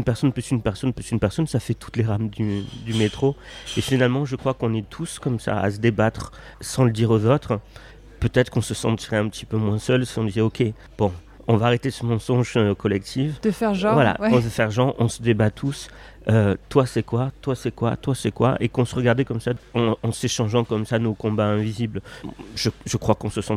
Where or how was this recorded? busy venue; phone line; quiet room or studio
busy venue